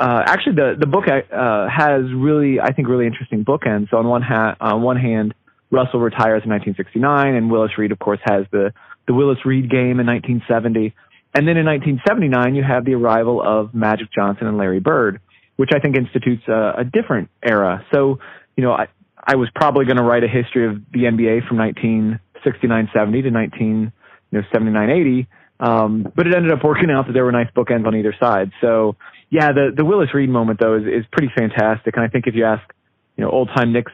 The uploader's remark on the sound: Phone interview. This was recorded off of a phone conversation.